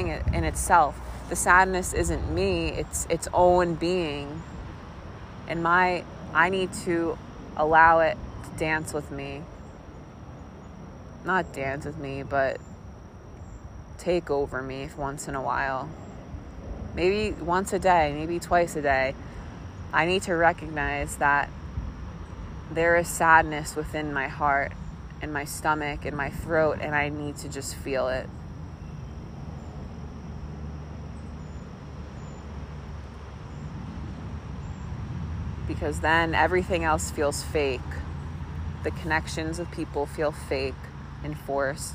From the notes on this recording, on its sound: This first episode was recorded in South Mountain Reservation, West Orange, NJ. Sitting at the top of a hilly field.